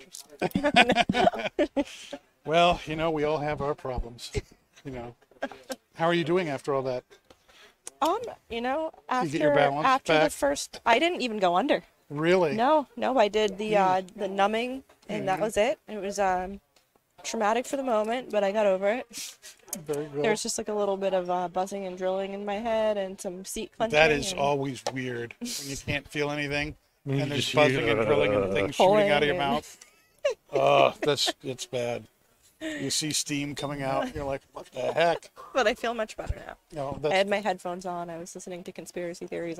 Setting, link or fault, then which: setting, busy venue